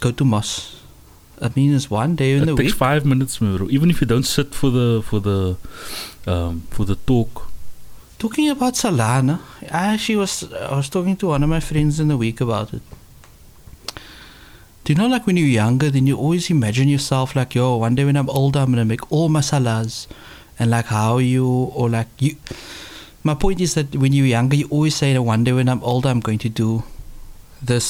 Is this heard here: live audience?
no